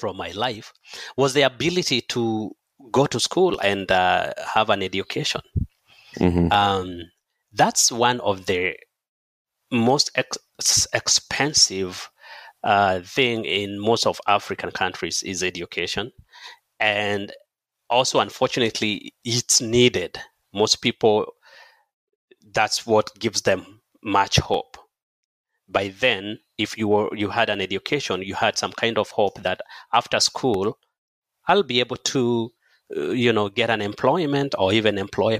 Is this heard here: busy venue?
no